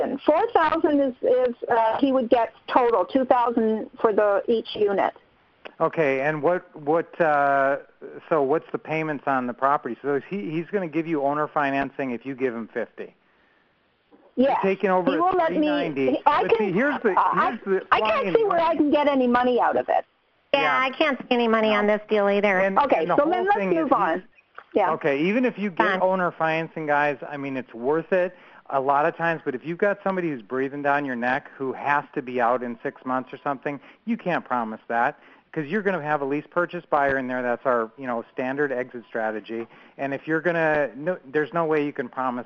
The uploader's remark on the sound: Q&A Call.